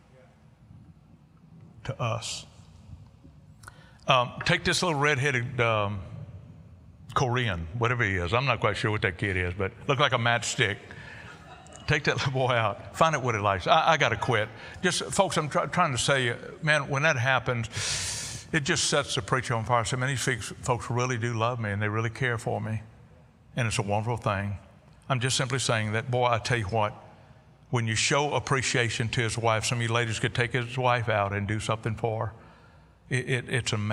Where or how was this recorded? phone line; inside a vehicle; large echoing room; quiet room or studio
large echoing room